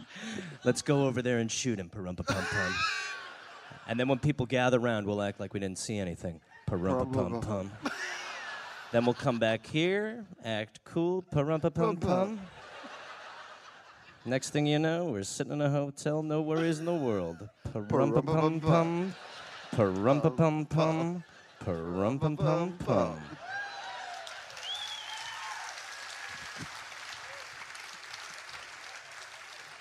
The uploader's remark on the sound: Live in Melbourne